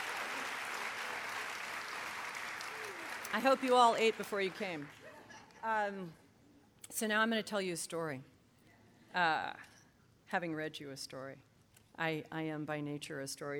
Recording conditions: live audience